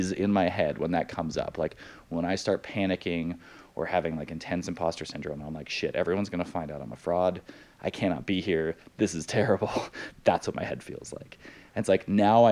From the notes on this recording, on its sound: This conversation was recorded on February 2020 at WPPI.